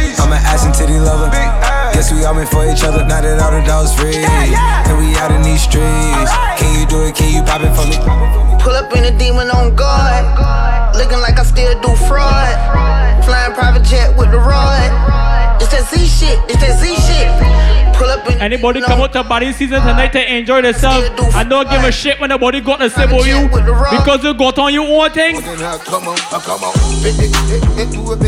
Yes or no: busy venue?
yes